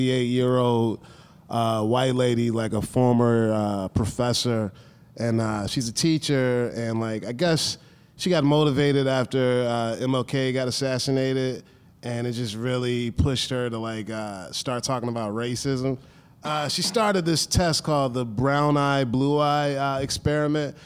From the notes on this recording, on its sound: LIVE episode of The Cracked Podcast